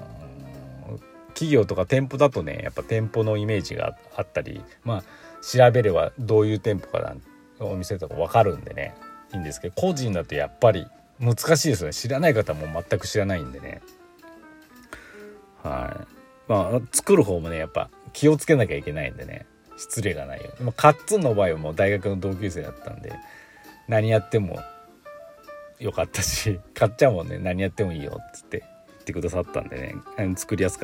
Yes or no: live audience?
no